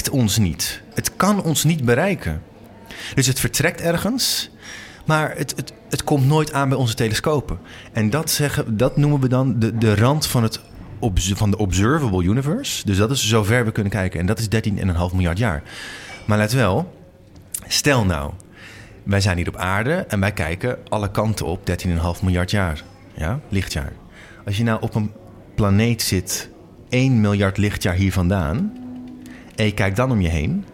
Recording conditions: busy venue